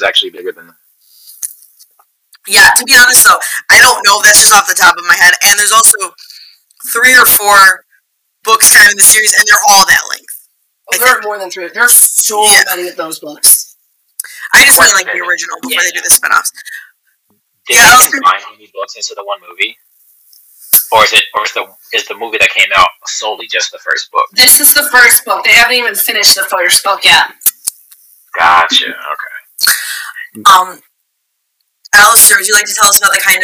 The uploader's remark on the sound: We apologize for the echo in this episode- it was one of the earliest episodes that we recorded, and we are improving with every record.